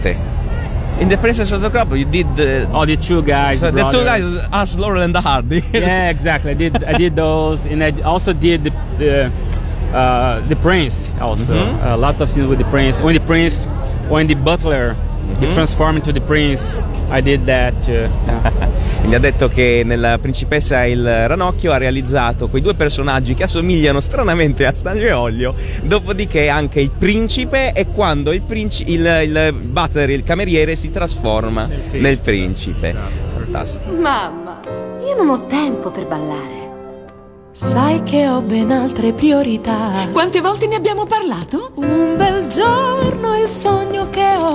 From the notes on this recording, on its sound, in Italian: Da Lucca Comics & Games 2014 la nostra intervista